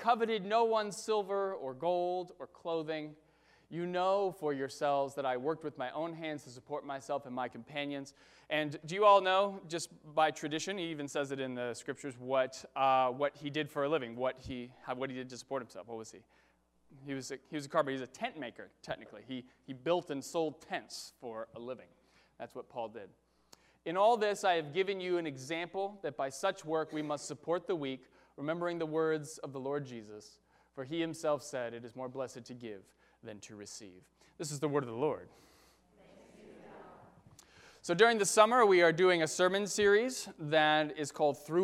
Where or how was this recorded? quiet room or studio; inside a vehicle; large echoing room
large echoing room